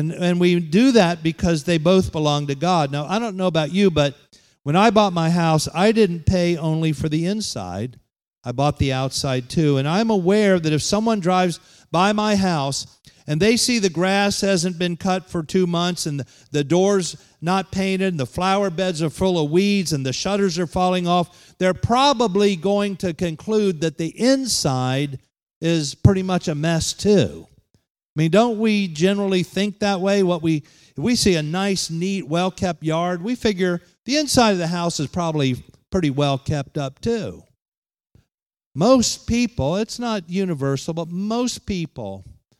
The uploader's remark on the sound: Holiness conference at The Pentecostals of Dothan.